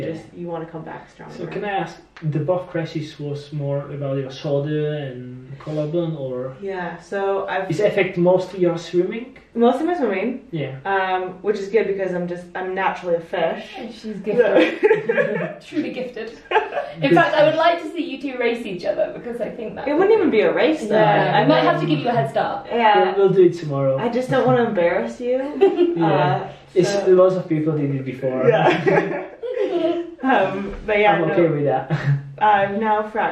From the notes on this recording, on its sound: I apologise for the bad audio quality, I'm still a beginner and forgot to turn the microphone on.